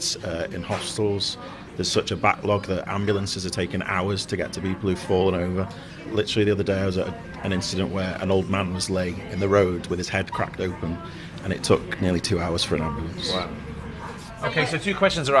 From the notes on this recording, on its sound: goes to the Labour conference in Liverpool, hearing from people in and outside the hall